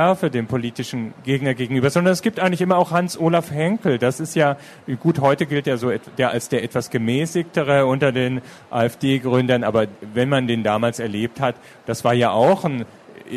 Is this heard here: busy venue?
yes